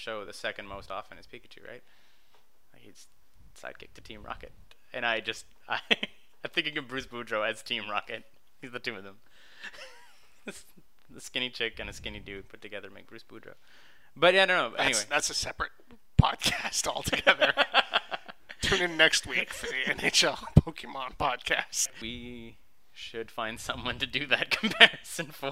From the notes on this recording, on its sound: There are a few minor little technical foibles that I intend to rectify in Episode 2 (overall volume levels should probably be bumped a little).